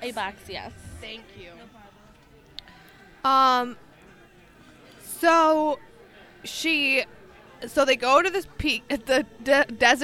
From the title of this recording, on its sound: Live at Applebees